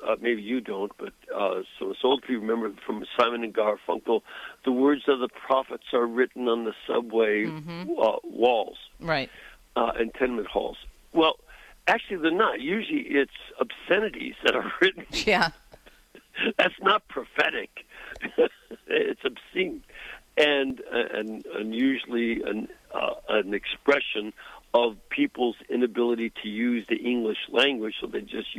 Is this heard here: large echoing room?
no